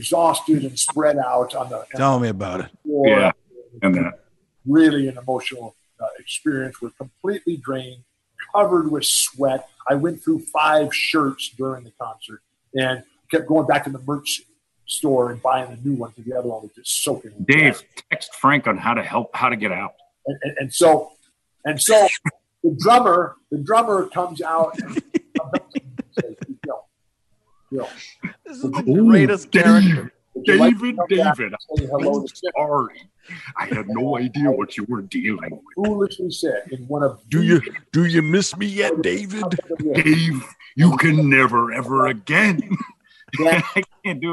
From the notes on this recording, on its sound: We present the interview in its entirety, uncut, fully unedited so you can experience it just as we all did on the zoom call!